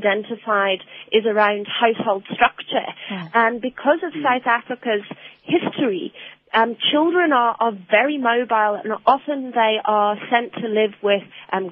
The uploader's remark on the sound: Guest (phone)